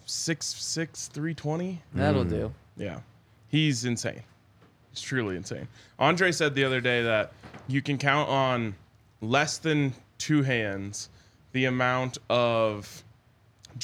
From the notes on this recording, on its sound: Coming to you LIVE from the DNVR Bar to break down all of the latest news in Broncos Country.